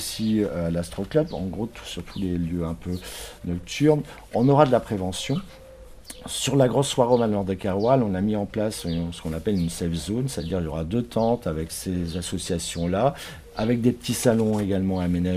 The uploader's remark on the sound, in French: C’est dans une petite cour intérieure ensoleillée, entourés d’oiseaux et située tout près la place Guérin. Astropolis s’empare de Brest.